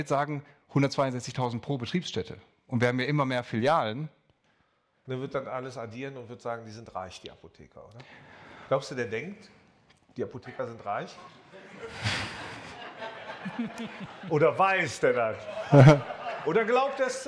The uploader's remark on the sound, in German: Unser Podcast wurde diese Woche in einem etwas anderen Setting als üblich aufgenommen: nämlich live von der Bühne der MVDA Delegiertenkonferenz. Vor den rund 250 Delegierten.